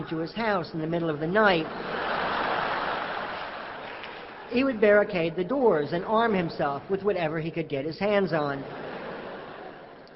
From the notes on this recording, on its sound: Live at Carnegie Hall. Recorded live on October 22, 2002, in New York City.